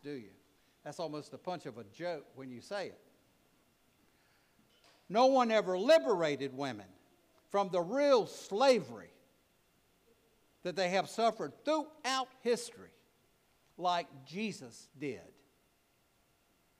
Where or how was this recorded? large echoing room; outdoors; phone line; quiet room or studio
large echoing room